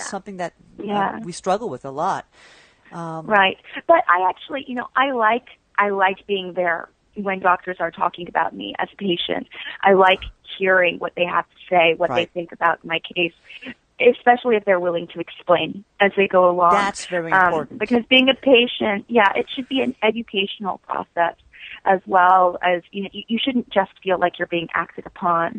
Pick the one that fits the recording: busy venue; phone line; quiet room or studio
phone line